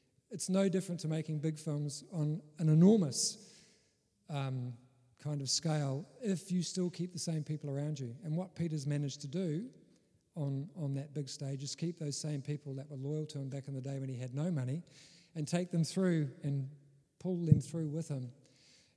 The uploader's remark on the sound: Special Presentation IMFF in San Diego. Episode 145 is a bit of a first bringing you a part of our in-person film festival.